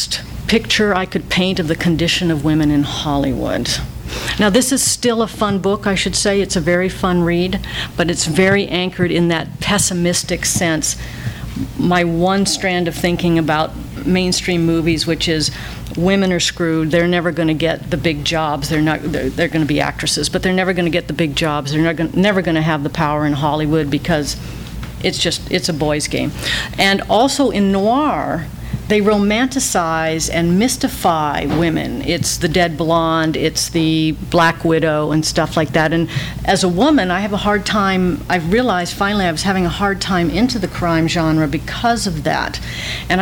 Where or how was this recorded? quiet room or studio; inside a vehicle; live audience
live audience